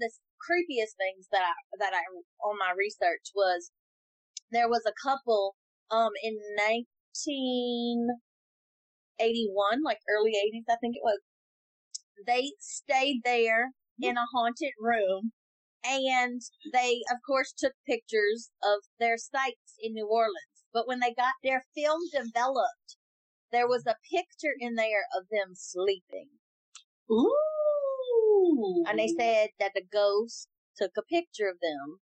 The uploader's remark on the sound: Excuse the audio, first timers here